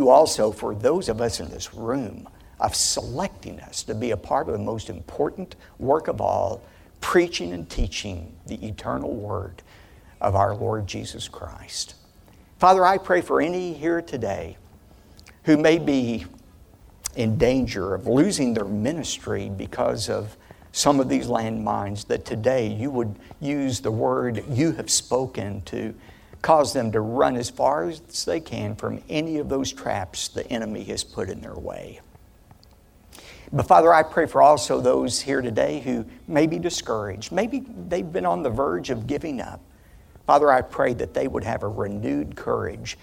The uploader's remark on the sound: Keynote speaker at KPRZ's 12th Annual Pastors Appreciation Luncheon in San Diego, CA. Where he shared this message with community leaders and Pastor's.